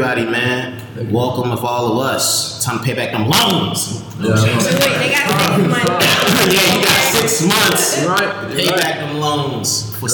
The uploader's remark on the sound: Let me say sorry for the audio quality! It got worse over the course of loading and editing along with downloading.